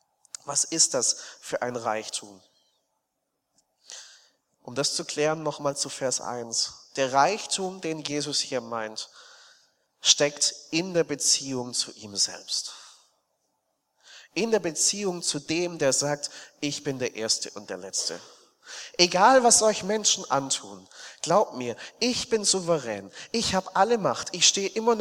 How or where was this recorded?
large echoing room